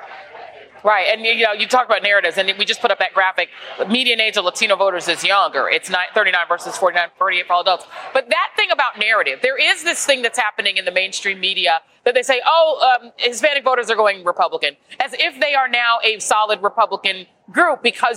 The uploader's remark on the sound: Live from the Flying Saucer Draft Emporium in Fort Worth, Texas! Our in-person audience. Roadtrip edition.